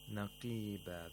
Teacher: The qaf in نَقِيبًا is pronounced with the lowest level of تَفْخِيم because the qaf has a ya'ul mad. تَفْخِيم has different levels.